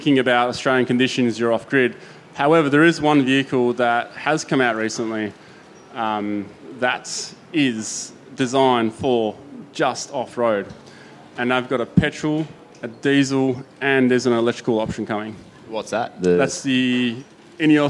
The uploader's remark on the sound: Live on the main stage at the Sydney 4WD Show